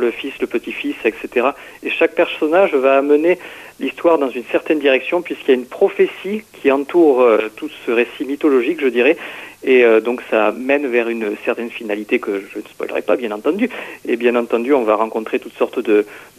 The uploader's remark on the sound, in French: Reçoit par téléphone le romancier.